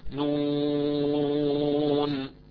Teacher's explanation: نون إذا تمد بمقدار 6 حركات وتسمى مدا لازما حرفيا